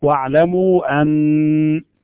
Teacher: على الألف فقط وإذا أخذنا بالقول بأنه مقطوع يجوز لنا أن نقف على النون المشددة بالغنة بمقدار حركتين